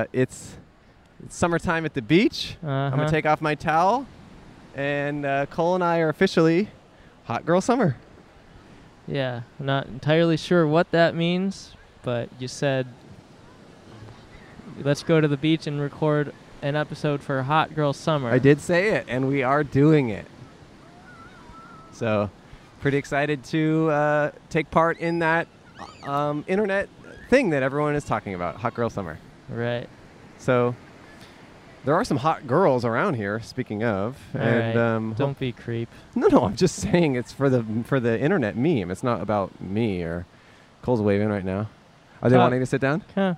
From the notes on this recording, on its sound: Recorded at the beach in Manhattan Beach, CA.